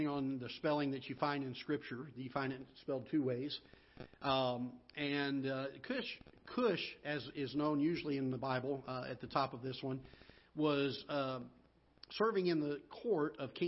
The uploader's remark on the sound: Ketha Heights Baptist Church ~ Live Broadcast